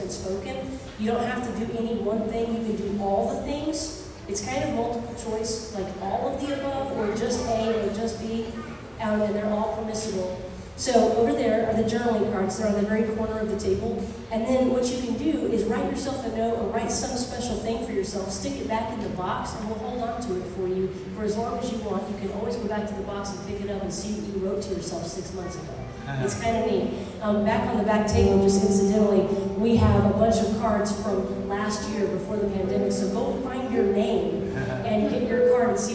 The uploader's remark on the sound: Sunday Sermons - Live in-person.